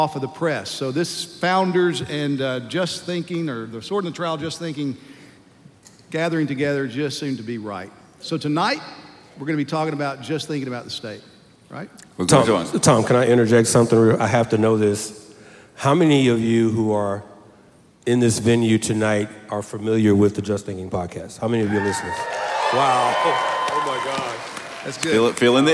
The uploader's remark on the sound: a special show filmed live at the 2021 National Founders Conference